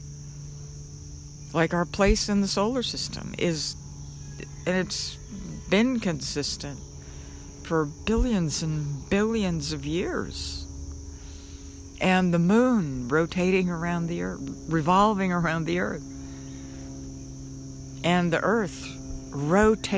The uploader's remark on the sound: When I first went outside and sat down in the yard to do this podcast, a small bird flew into the Trees on my left side and started chirping. Every time I turned my head to look for the little bird, it stopped chirping!